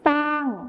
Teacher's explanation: ในภาษาไทยมาตรฐานเราก็จะใช้คำว่าช้างที่ใช้ชอช้างนั่นเองนะครับส่วนในภาษาถิ่นอีสานจะใช้เป็นซอโซ่นั่นเองครับ